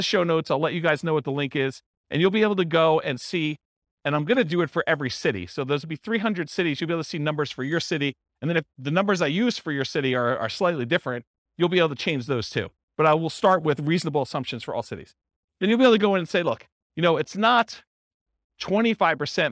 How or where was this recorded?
live audience